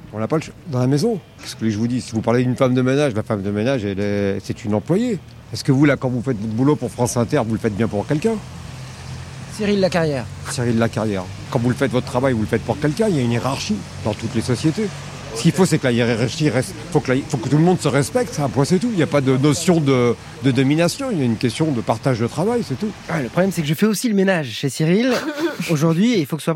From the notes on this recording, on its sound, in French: Le micro-trottoir de ZoomZoomZen vous pose la question dans les rues du quartier Beaugrenelle à Paris